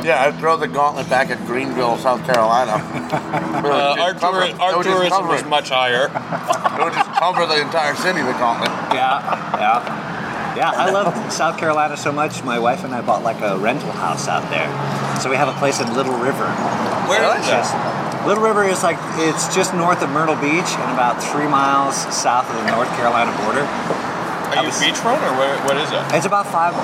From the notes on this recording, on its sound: At The Larchmont Tavern. At Larchmont Tavern.